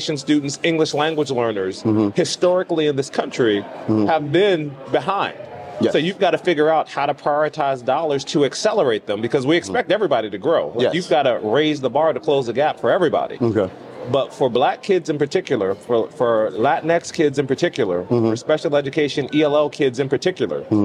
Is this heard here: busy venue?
yes